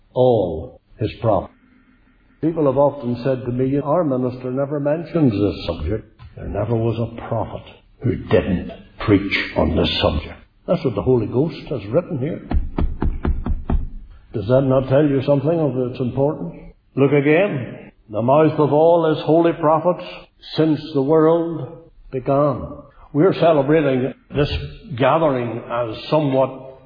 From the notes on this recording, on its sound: Centenary Conference in Northern Ireland 2018. Speaking at the Centenary Conference in Northern Ireland at Newtownabbey Free Presbyterian Church.